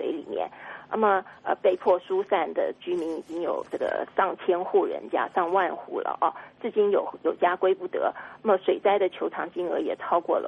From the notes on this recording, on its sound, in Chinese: 电话连线